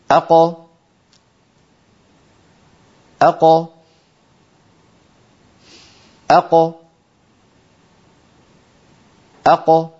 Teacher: القاف تخرج بالتباعد بين أقصى اللسان والحنك اللحمي · Term: القاف المقلقلة